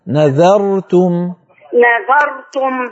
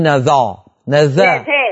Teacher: نذرت الراء مفخمة لكن قبلها الذال مرققة · Shown in: first take